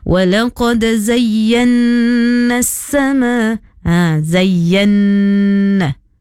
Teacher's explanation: Gunnah tu dengung pada kalimah walaqad zayyanna sama. Zayyanna. Hendaklah dibaca gunnah dengung.